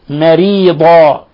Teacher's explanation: ترقيق الراء لأنها مكسورة